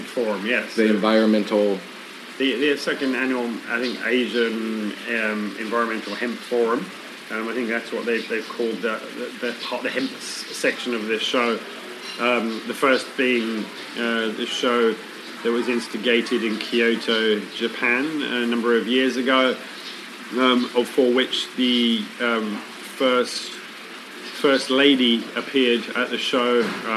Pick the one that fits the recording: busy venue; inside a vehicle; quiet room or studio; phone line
busy venue